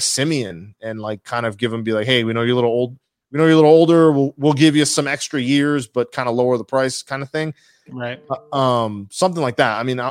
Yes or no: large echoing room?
no